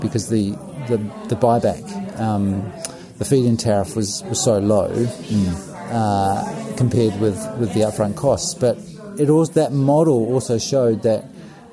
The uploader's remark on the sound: In this special bonus episode recorded at the 26th International Passive House Conference.